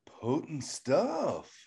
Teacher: You get the little upward inflection.